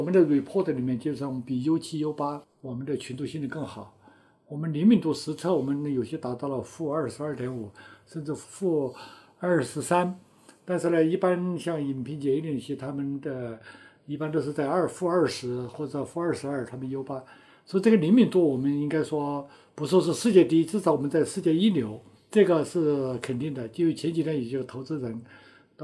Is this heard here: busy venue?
no